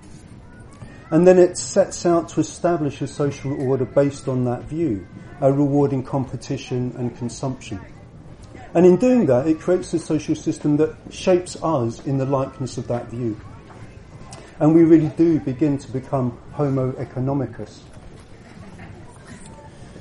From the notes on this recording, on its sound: at the Buddhafield Festival July 2016